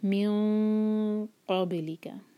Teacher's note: میم کے بعد جو نون ہے اس کو چھپانا ہے اور ہم اپنی زبان کو قاف کے لیے تیار کریں گے